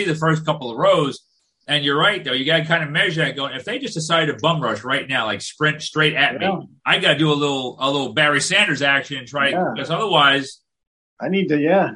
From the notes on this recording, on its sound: It's our first Zoom episode!